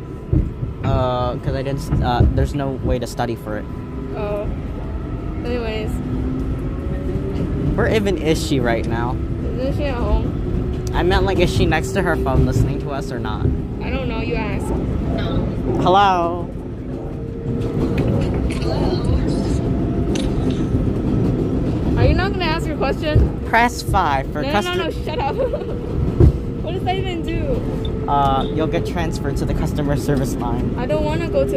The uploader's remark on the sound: THE NEW YORK CITY SUBWAY, with an AUDIENCE! Between Queensboro Plaza and Flushing-Main St.